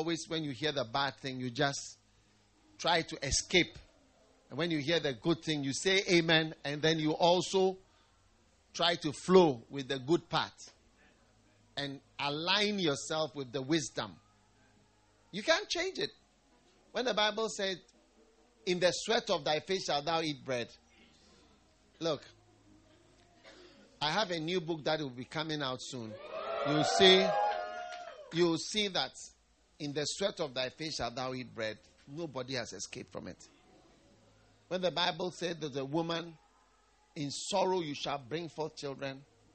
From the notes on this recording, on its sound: Preached at the First Love Church, Ashesi University